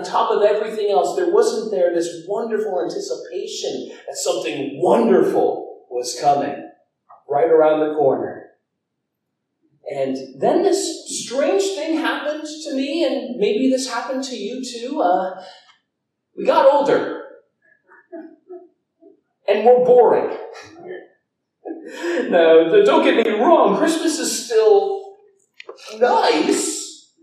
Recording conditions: poor microphone